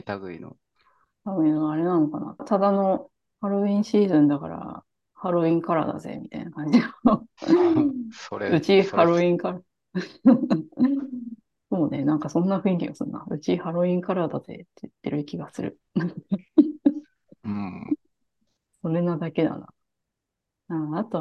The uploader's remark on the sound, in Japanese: zoomを使って録音しています。